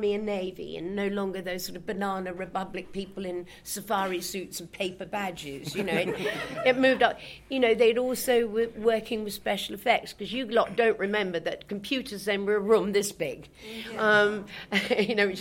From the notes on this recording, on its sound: This is the audio we recorded at that panel.